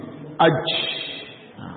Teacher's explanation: Anginnya yang keluar, bukan pantul, tapi anginnya yang keluar.